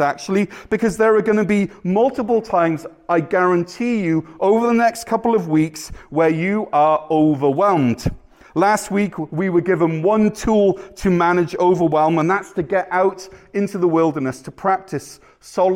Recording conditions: large echoing room